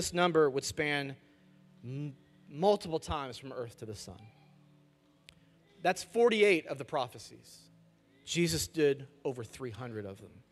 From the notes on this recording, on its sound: Message audio from our weekend services.